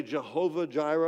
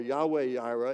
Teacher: Jehovah Jireh is just more in line with the Germanic pronunciation of those four-letter transliteration with added vowels. They put a J sound where the Y sound would be, and a Va or a V sound where the W sound would be in English.